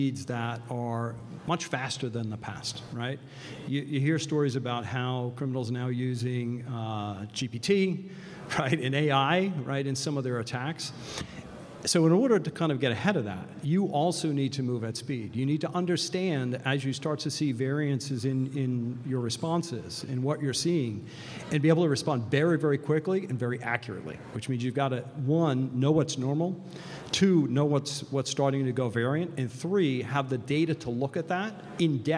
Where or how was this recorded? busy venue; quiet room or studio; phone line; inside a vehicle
busy venue